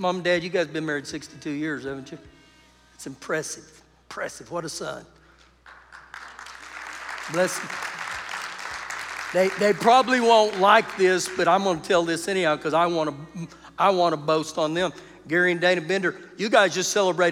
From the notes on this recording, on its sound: Recorded live during our Wednesday night service